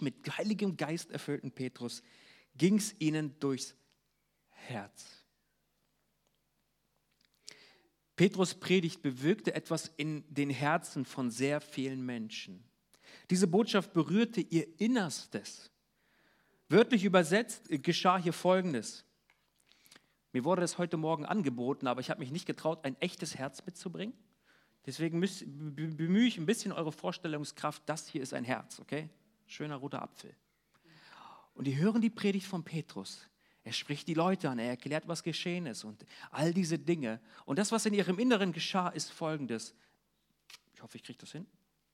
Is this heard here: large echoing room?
yes